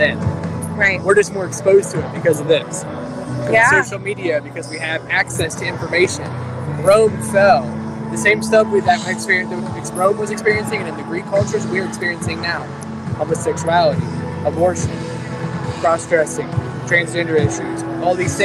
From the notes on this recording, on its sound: Take a walk with us on the Washington Mall